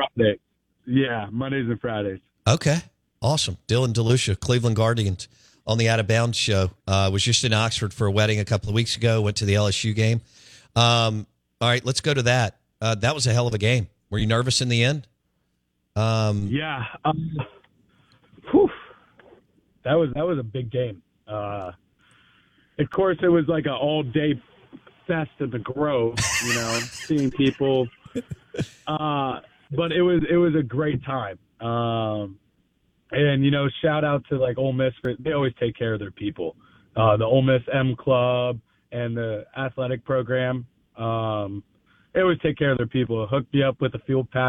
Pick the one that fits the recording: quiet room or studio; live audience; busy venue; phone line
phone line